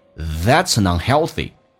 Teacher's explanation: an 在连音的时候是发两遍的，什么叫发两遍？你看 that's an 已经发了一遍， an unhealthy 又发了一遍， that's an unhealthy I'm afraid that's an unhealthy lifestyle.